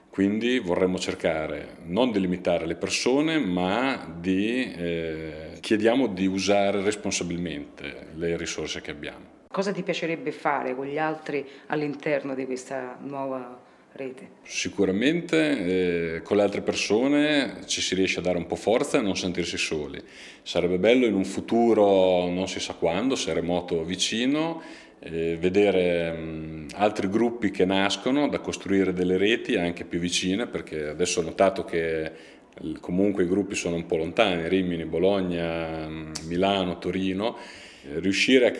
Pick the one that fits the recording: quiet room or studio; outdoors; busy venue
busy venue